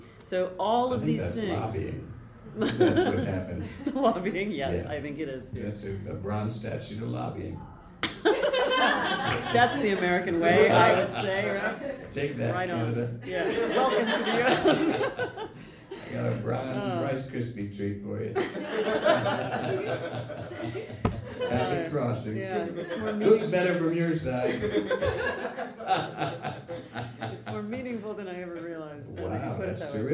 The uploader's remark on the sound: Taped live at the Brooklyn Lyceum